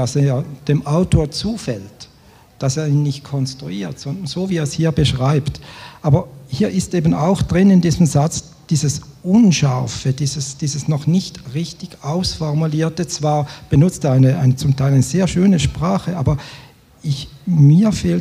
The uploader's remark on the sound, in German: Das Literarische Trio auf dem IfS-Sommerfest 2023 in Schnellroda